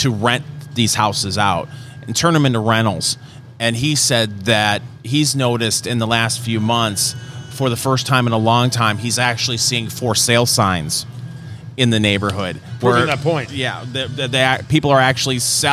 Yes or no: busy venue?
yes